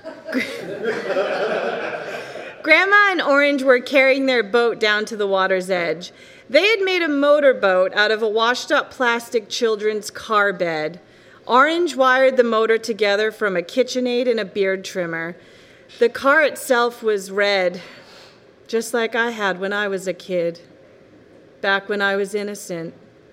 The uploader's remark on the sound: live At The Revolution Hotel, Boston